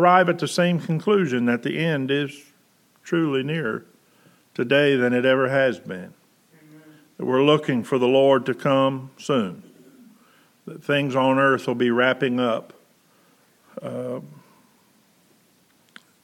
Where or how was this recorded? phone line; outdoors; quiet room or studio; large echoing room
large echoing room